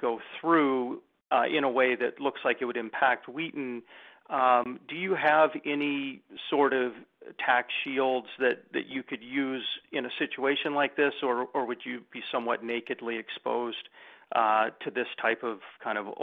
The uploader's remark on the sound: Second quarter 2021 earnings call for Wheaton Precious Metals Corp.